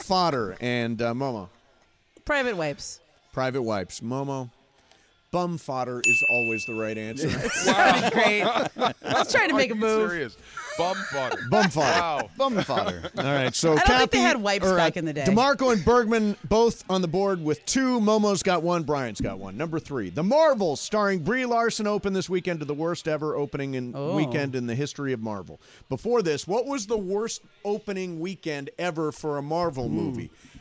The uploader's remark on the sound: live at Yaamava’ Resort & Casino